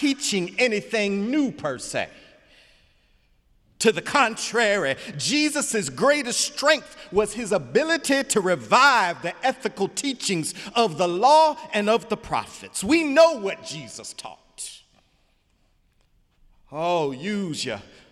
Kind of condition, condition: setting, large echoing room